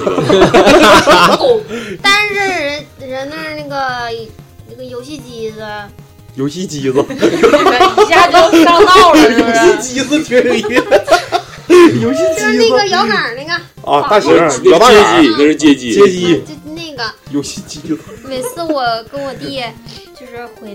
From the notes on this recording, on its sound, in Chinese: 由于节目录制当天是财神爷生日，外面鞭炮齐鸣，可能收听体验受到影响，希望大家谅解！